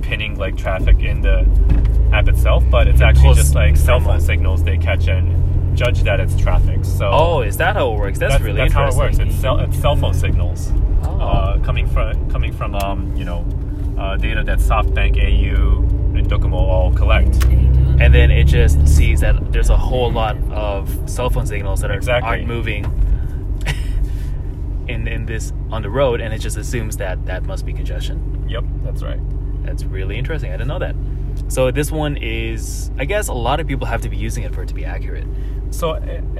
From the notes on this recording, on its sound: go for a drive towards Daikokufuto